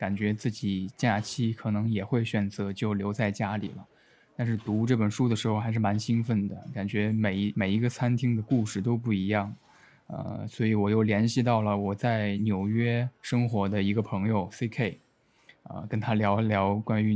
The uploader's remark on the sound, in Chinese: 去往一家餐厅录制了上半段来自纽约的声音。等餐时候的声音。上生蚝&操作酱料的声音。